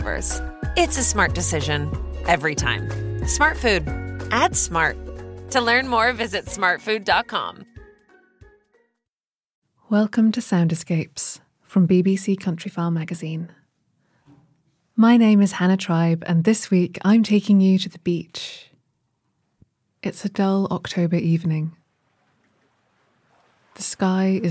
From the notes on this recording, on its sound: Gentle and relaxing sounds of waves on a pebble beach. Be charmed and soothed by the ebb and flow of waves on a pebble shore.